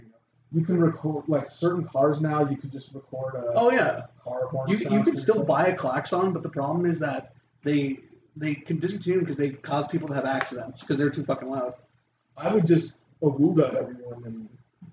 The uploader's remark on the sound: we’re aware that there is a sound issue with this episode